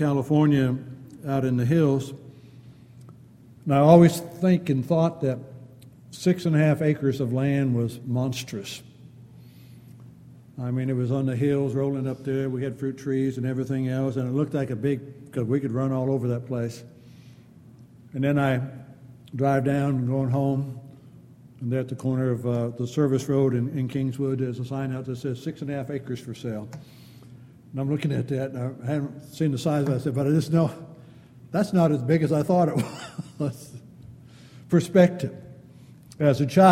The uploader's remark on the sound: Downtown Church Of Christ Audio Sermon